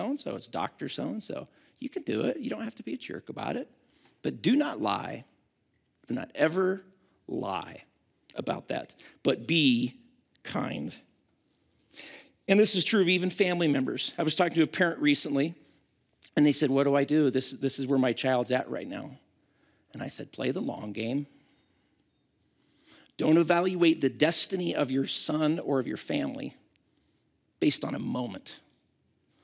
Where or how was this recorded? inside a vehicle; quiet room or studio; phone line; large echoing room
large echoing room